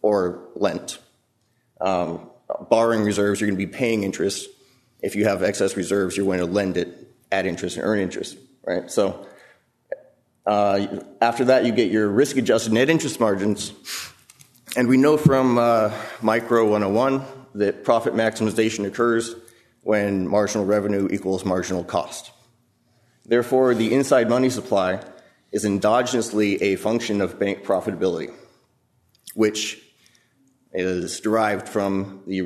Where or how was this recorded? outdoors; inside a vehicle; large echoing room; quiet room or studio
large echoing room